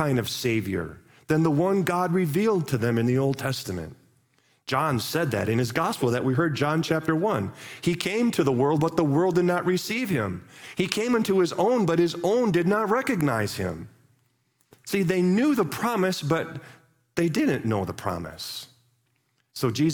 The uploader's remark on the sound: Live from our Celebration Ministry Center